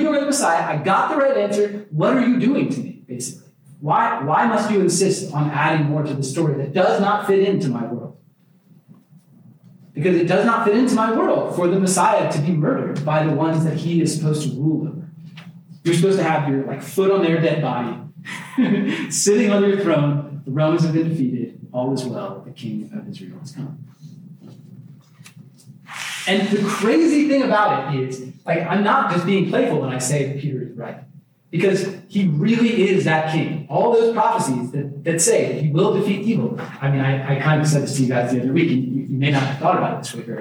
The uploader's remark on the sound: Please forgive the audio issues. Another short topical clip from the lecture Patient Kingdom .